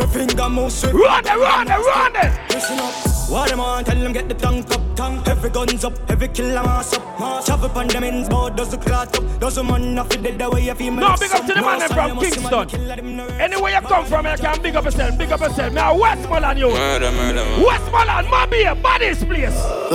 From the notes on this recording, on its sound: LIVE AT CHACHA FRIDAYZ.